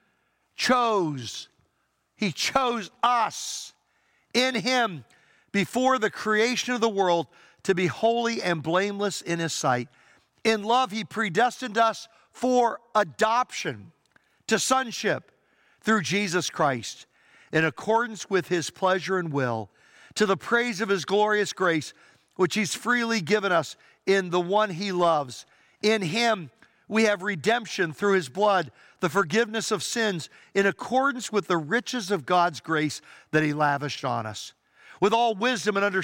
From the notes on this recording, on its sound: Traditional Worship (In-Person Service)